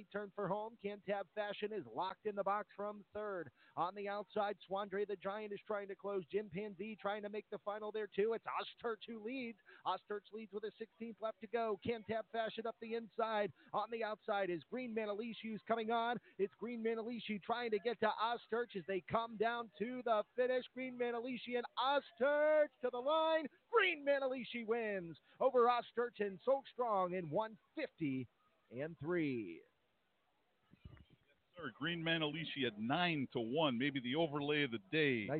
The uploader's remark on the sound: live from Meadowlands Racing and Entertainment in New Jersey